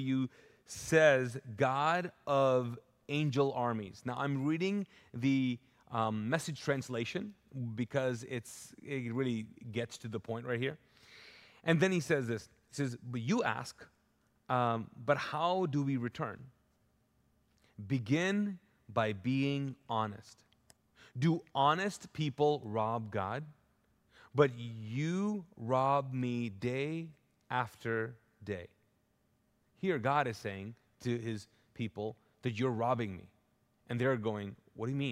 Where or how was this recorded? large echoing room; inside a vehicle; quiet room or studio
large echoing room